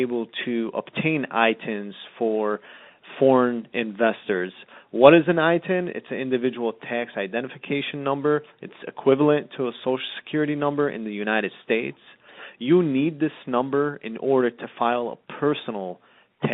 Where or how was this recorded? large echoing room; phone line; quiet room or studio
phone line